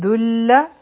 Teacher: په دال باندې تنوین دی، دا به د لام سره یوځای شي او دلته کې به ادغام کیږي بغیر د غنه نه